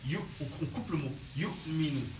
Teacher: le hamza avec le sukun, c'est comme si on faisait un coup de frein à main